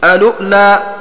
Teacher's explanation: بهمزة الوصل وبعدها لام مضمومة وبعد اللام همزة ساكنة